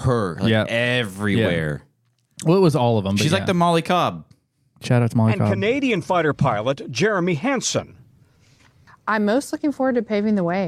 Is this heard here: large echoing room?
no